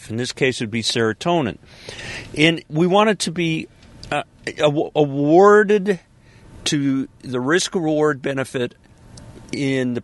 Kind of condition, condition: setting, inside a vehicle